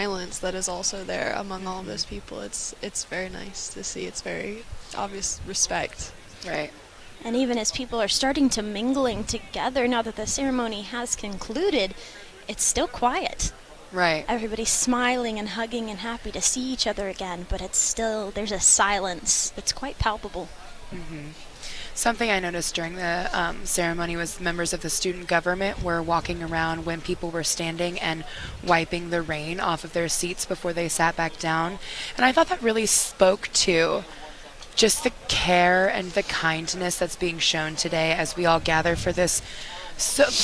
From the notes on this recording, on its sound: Live broadcast of the 51st Annual Memorial Fountain Ceremony